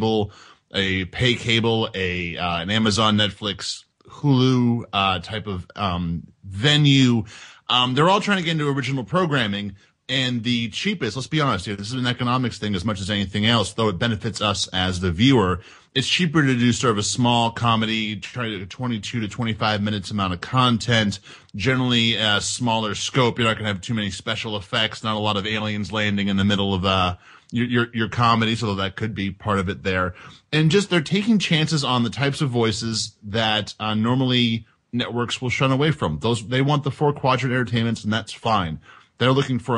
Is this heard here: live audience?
no